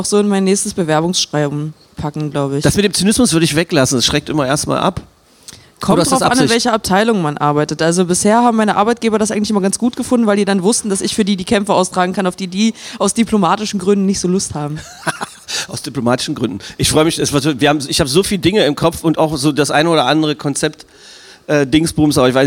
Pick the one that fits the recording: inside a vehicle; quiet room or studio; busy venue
busy venue